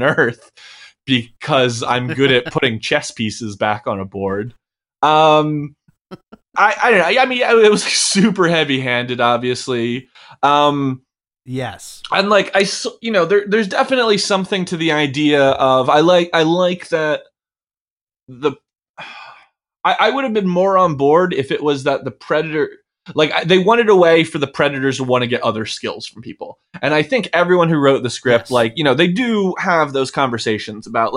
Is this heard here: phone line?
no